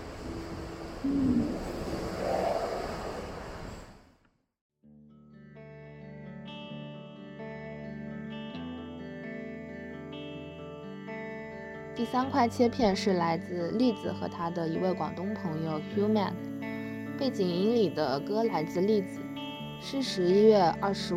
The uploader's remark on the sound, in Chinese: 在鼓浪屿录制的海浪声。当时演出到一半，突然被防疫办叫停。